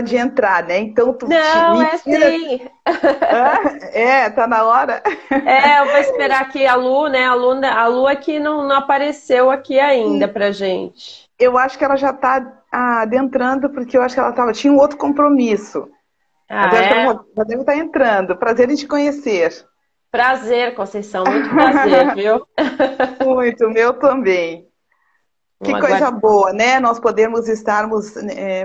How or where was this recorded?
video call